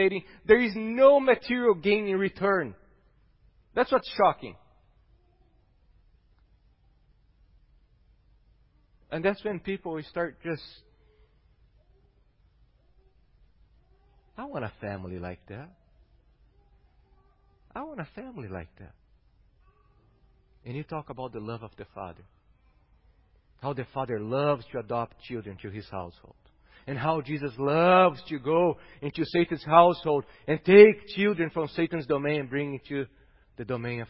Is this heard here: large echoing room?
yes